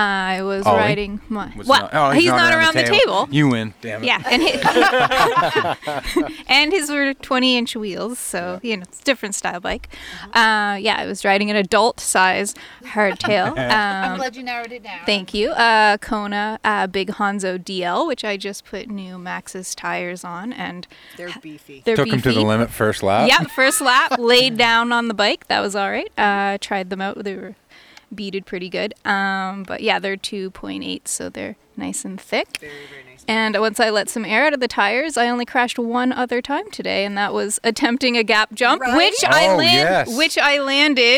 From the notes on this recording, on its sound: For one last time we are on location at Sugarloaf Bike Park, New Brunswick, for the last chair of the 2021 season. We have the entire ride crew along for a chat.